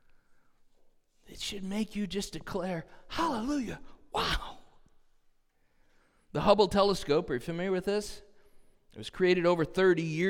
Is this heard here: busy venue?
no